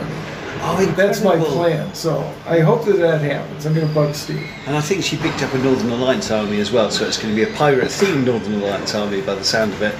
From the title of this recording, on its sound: Live" from Bugmans Cafe in GW